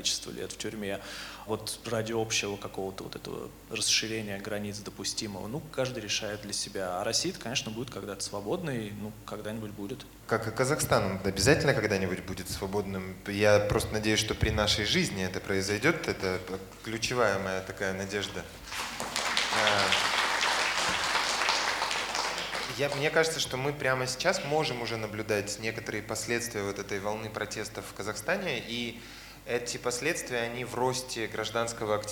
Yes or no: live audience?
yes